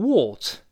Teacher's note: 最后那个 what，这个 t 失去爆破了